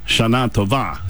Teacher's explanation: you hit the last syllable if you want to really make things sound like you're in Israel